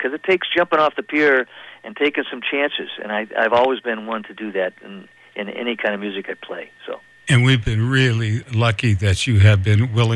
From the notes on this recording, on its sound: Chats on the phone. On the eve of The Redwood Mountain Faire weekend.